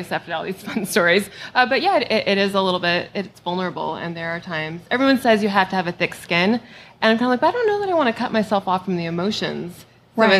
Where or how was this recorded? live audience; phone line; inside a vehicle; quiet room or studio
live audience